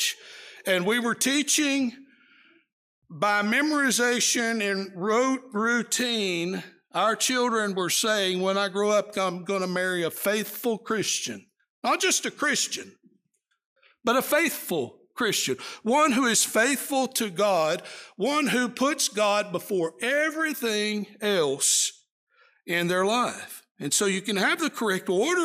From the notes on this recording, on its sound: Preached during the PM worship service at the Roanoke CofC